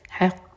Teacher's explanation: حق یہاں رکیں گے تو اسٹرانگیسٹ قلقلہ کریں گے. قاف ہے بھی لیٹر ہے اور قلقلہ لیٹر ہے اور اس پر شدہ لگا ہے حق.